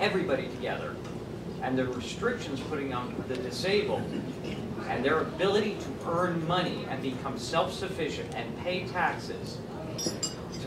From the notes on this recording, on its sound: WASHINGTON, DC. The Ripon Society held a breakfast discussion.